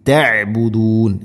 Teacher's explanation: ഐനിന്റെ ഉച്ചാരണം തൊണ്ടയുടെ മധ്യഭാഗം